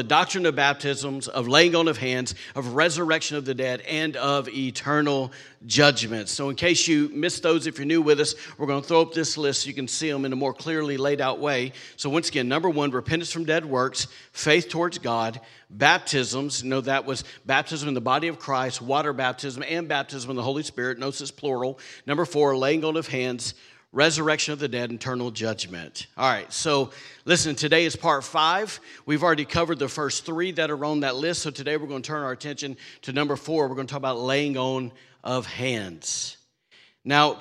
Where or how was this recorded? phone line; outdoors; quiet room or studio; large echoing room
large echoing room